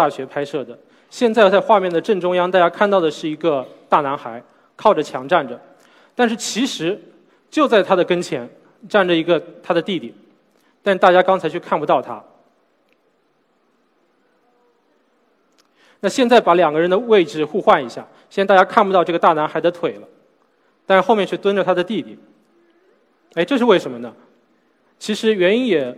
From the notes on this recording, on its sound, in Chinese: SELF格致论道讲坛。在 SELF 讲坛的舞台上。